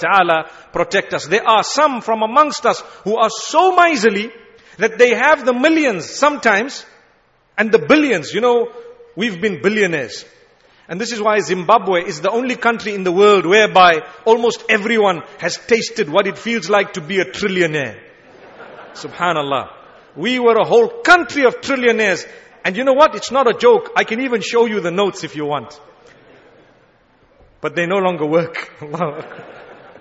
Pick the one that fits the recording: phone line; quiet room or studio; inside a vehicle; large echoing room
large echoing room